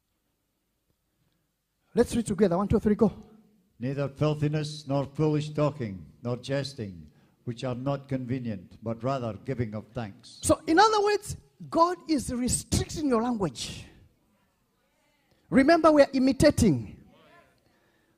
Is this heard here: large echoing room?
yes